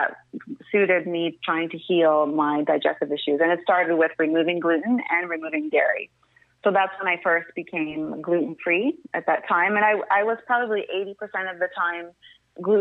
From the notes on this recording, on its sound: an incredible phone call